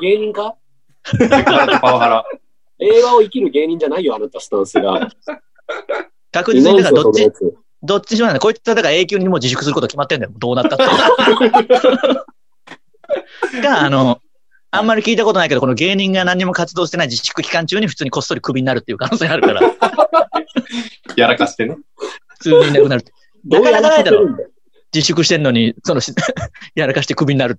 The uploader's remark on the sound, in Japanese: リモートコラボ回